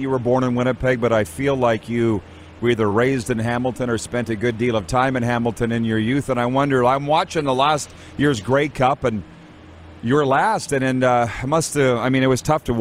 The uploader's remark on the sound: We are LIVE from the city of Estevan, Saskatchewan for the 2022 CJHL Centennial Cup Junior Hockey Championship and we have you covered from the Gridiron to the Ice including some LEGENDS joining us on video chat!